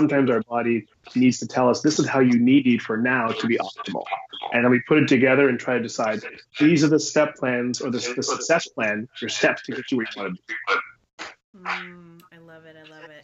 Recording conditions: poor sound quality